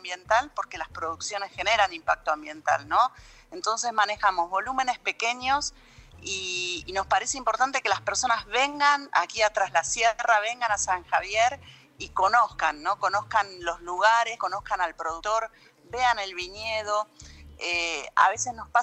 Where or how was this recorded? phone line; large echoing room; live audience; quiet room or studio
phone line